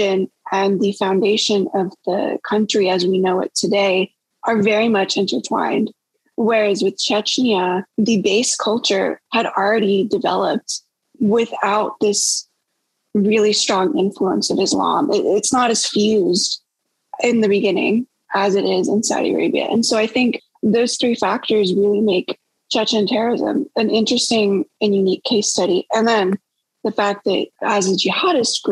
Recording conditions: video call